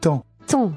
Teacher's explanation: There's a nasal vowel. That means you say the last sound in your nose.